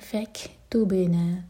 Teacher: کیف پر ہمز سانس جاری رکھیں گے